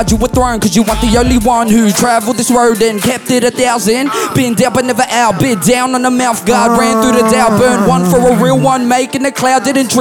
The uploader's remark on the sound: We are at the 1st Sydney UbeFest by 7000 Islands. The guys have a live audience.